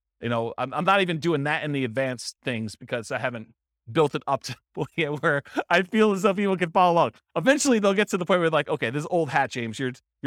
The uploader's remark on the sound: This was a live class recorded